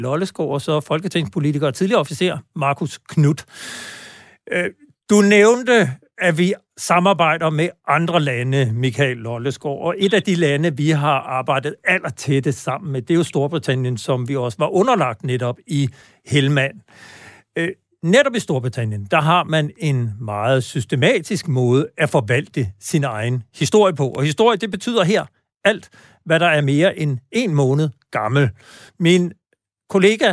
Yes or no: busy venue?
no